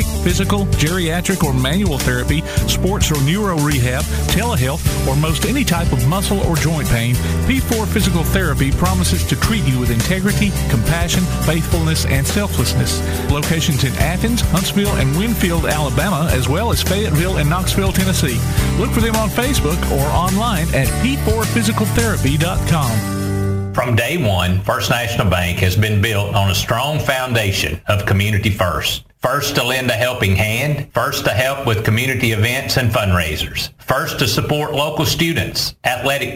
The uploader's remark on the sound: Live at Athens Stadium